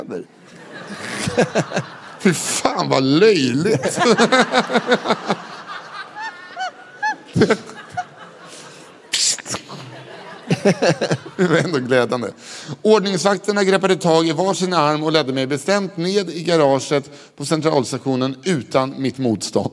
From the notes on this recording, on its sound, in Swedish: Live på Draken – Lördagen.